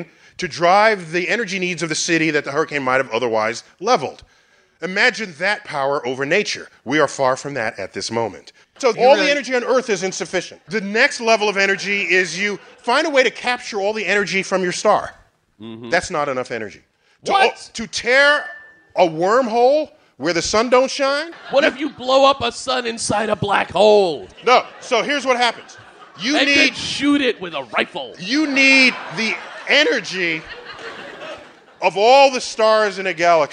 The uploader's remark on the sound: Live at the Bell House